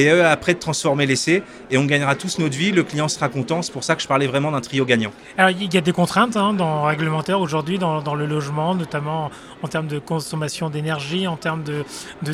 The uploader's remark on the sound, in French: Cette interview a été enregistrée en live d'Immo, le Congrès immobilier FNAIM.